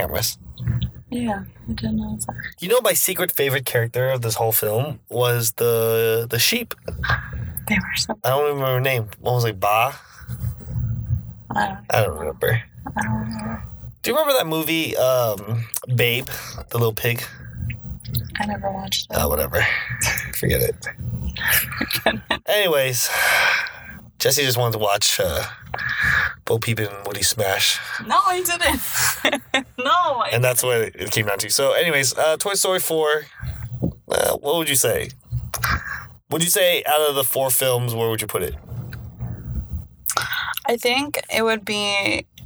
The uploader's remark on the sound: Recorded while driving on the freeway, so there's a ton of feedback in the first half of the episode, but levels out later on.